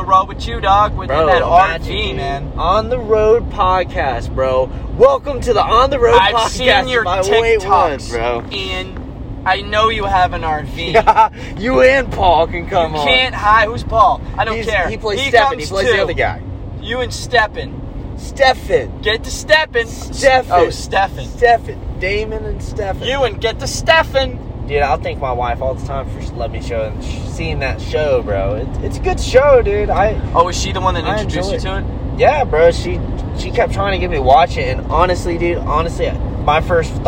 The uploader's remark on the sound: Oh no we be driving in this one while talking about funny things too?